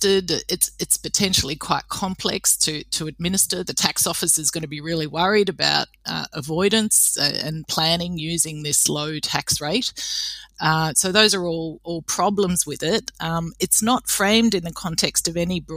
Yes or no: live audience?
no